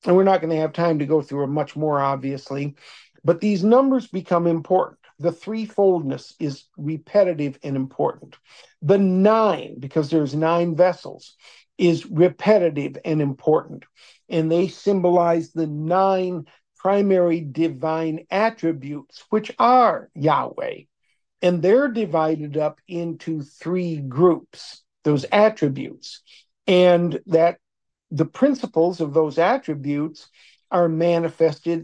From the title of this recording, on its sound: Oceanside Zoom Class